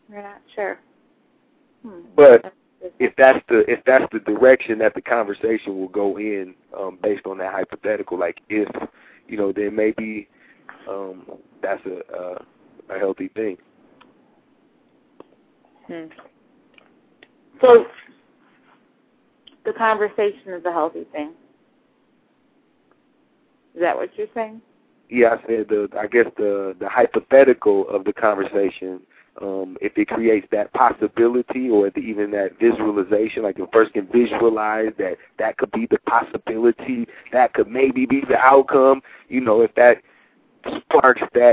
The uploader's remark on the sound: Live call-ins & music features included!